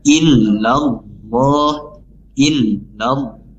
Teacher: Kemudian lafaz berikutnya adalah illallah, illallah. Di sini lamnya langsung masuk ke lafaz Allah yang dimana dibaca tafkim atau tebal ya, illallah, illallah.